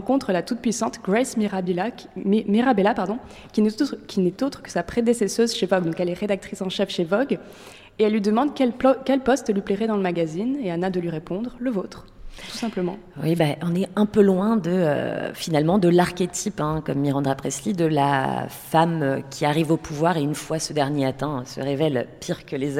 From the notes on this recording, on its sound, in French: Une émission enregistrée au bar The Island de Pernod Ricard France